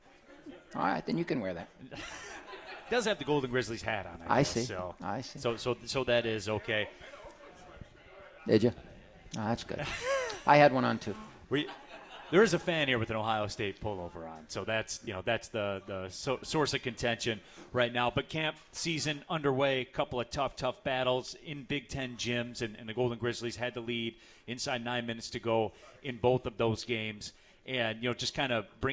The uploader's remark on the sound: live from RJs Pub in Rochester Hills!